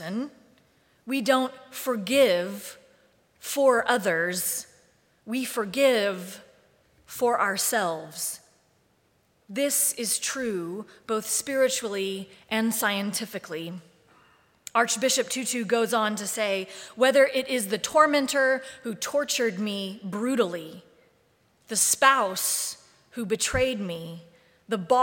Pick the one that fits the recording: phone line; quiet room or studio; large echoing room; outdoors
large echoing room